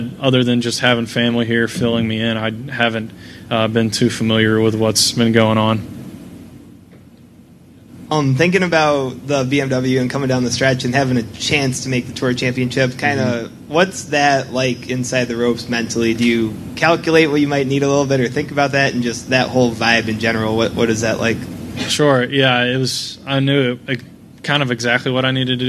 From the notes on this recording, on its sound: "LIVE" INTERVIEWS FROM THE SANDERSON FARMS CHAMPIONSHIP. The Sanderson Farms Championship in Jackson, Mississippi.